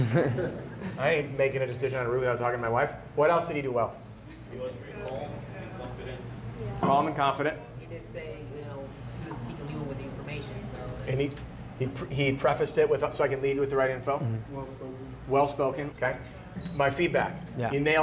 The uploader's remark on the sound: During this LIVE role play workshop in Atlanta, GA